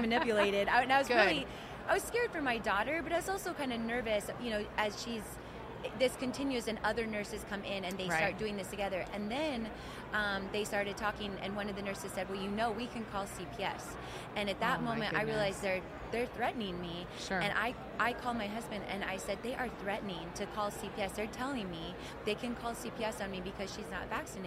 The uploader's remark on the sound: The Unity Project What’s UP? Podcast at AmFest